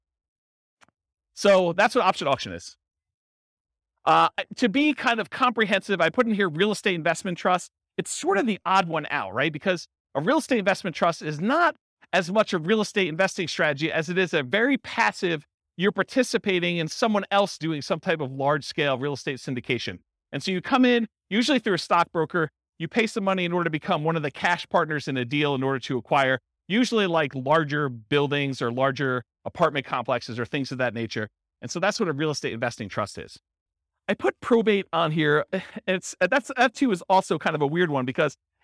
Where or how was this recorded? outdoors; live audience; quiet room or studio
live audience